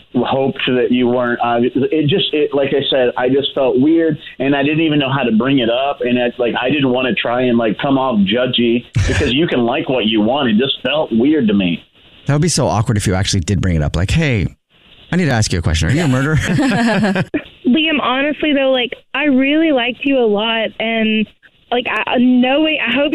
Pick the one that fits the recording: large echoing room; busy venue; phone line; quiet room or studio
phone line